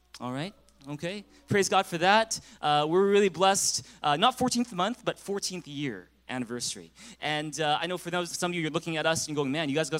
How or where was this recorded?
large echoing room